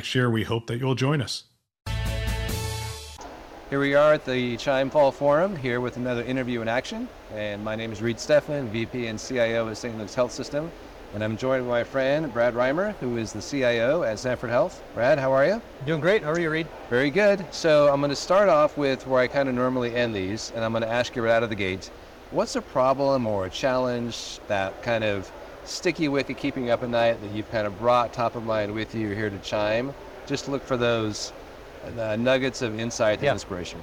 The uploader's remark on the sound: It’s a double Interview in Action live from the 2023 CHIME Fall Forum.